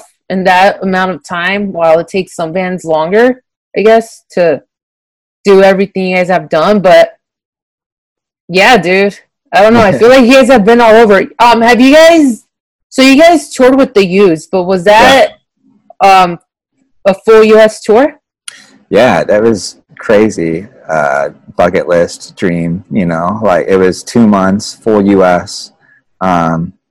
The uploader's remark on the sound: done via Zoom of course